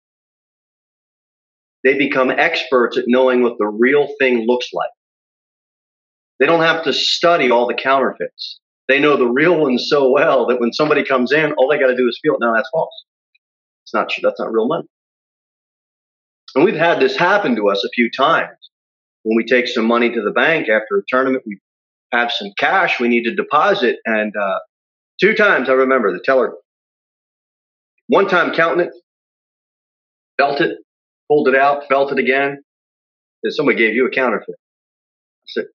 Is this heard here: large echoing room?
yes